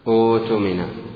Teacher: عند الابتداء بها تجتمع همزتان، الأولى مضمومة والثانية ساكنة، فتقلب الثانية ساكنة واوا، أوتمنا، ففيه إبدال الواو من الهمزة أوتمنا إذا بدأ بها.